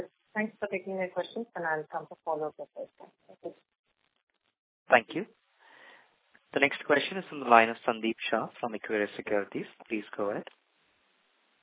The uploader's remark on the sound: Audio recording of results discussion/conference call